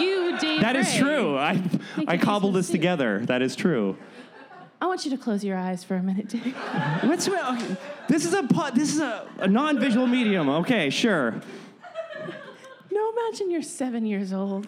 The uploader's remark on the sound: LIVE at ThunderProv! Recorded in front of a live audience.